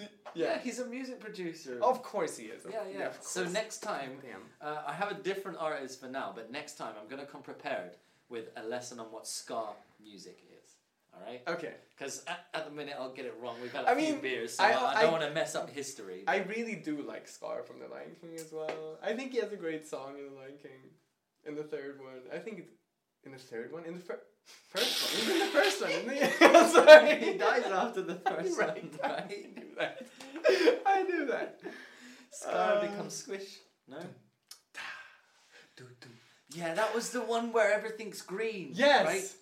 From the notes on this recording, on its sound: Apologies for the audio quality!